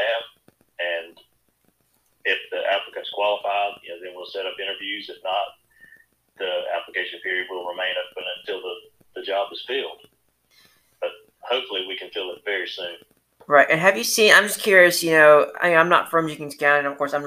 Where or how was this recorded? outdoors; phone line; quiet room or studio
phone line